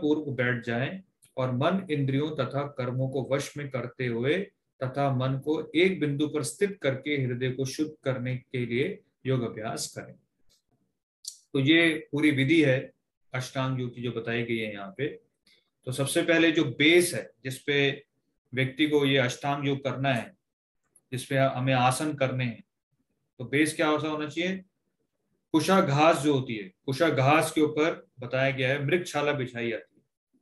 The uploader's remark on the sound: Zoom recorded class.